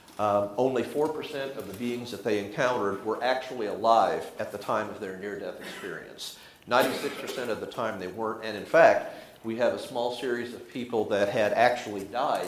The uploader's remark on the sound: The audio quality is substandard. Recorded at the Society for Scientific Exploration conference at Yale University, 2017.